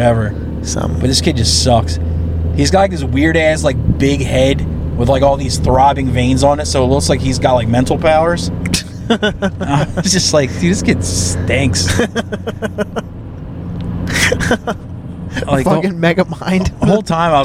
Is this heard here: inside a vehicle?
yes